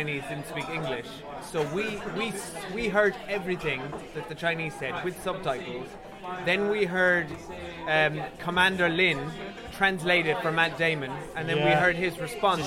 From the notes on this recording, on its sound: This episode contains some cans, pub noise